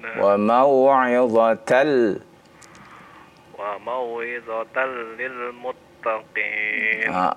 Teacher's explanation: Ah, ada idgham bila gunnah.